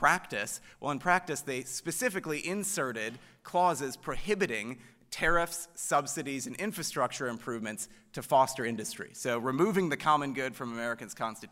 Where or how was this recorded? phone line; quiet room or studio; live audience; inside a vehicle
live audience